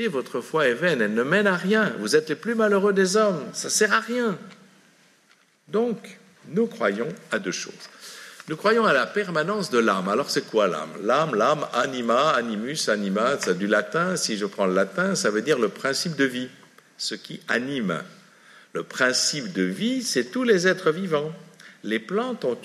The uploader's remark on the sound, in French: À la salle des Carmes de La Rochefoucauld une conférence sur la fin de vie.